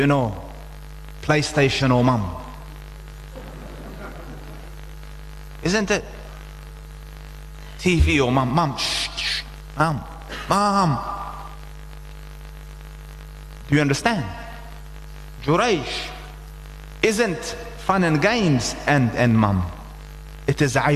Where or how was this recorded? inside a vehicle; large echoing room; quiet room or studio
large echoing room